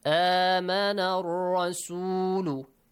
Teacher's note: Then the letter Ra. It has a heavy sound because it has a fatha.